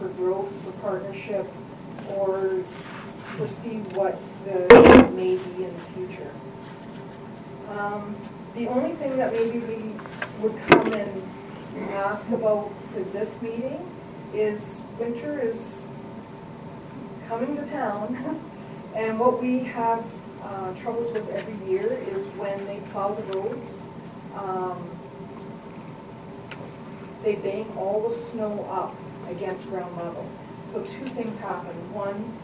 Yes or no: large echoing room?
yes